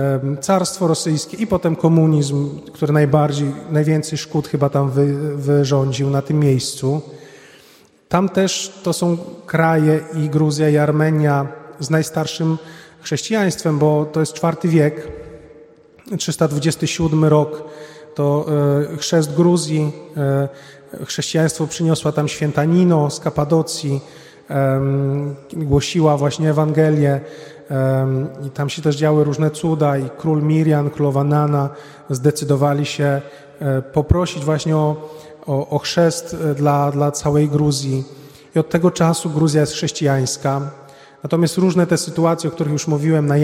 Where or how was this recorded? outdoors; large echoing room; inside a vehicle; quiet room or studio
large echoing room